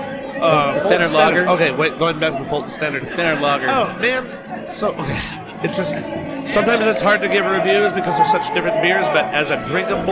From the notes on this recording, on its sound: Bacon & Beer Fest. A fan that just happened to be walking by at the moment!